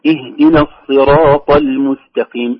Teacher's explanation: الصراط صاد بعدها راء طاء، الكلمة كلها مفخمة